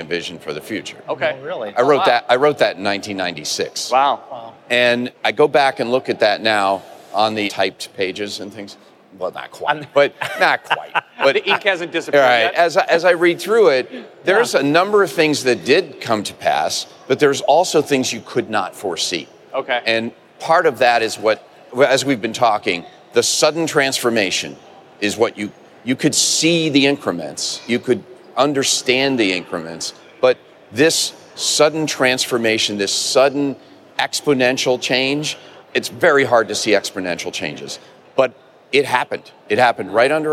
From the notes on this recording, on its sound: Recorded live from the final day of the show. Over 130,000 registered attendees.